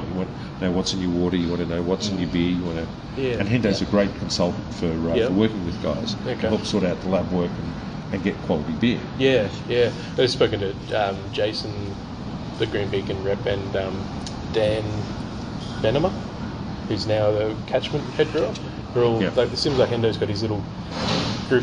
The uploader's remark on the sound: In this episode we caught up with owner & head brewer of White Brick Brewing at North Lakes, QLD. The brewery was a little loud, so there's a lot of background noise as well as loads of hiss. Apologies in advance for the poor audio quality.